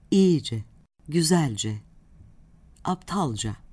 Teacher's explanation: Eşitlik cace eki vurgusuzdur.